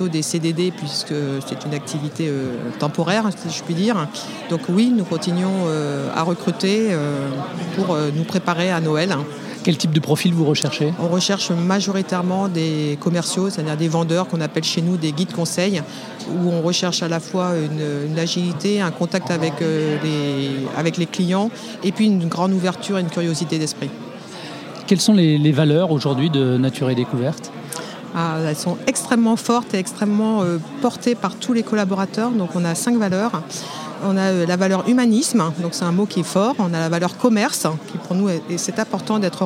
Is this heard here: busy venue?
yes